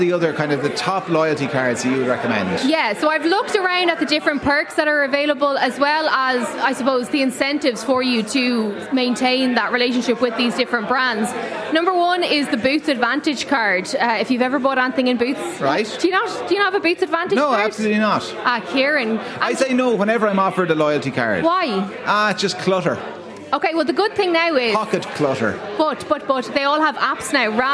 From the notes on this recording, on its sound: LIVE in The Palace Bar in Dublin